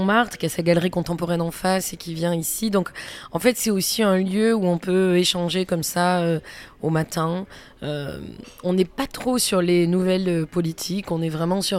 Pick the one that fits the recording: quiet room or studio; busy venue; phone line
busy venue